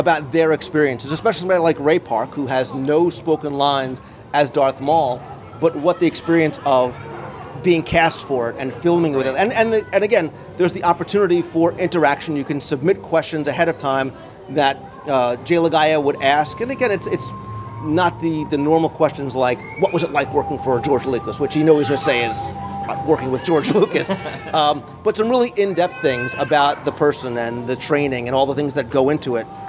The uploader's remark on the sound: live from the park